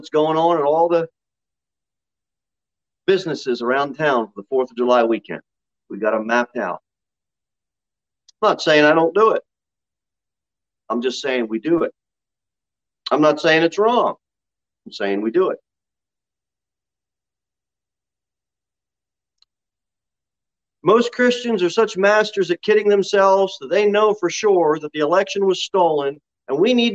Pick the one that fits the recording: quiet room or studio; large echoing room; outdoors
large echoing room